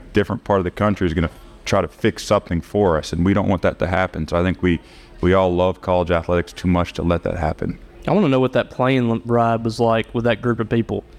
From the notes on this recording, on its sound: live on the T&L Catfish Tour from the Little Dooey